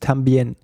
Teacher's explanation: Und zwar die erste Regel ist, dass das M am Ende des Wortes wird nicht als M gesprochen, weil du den Mund nicht zumachst.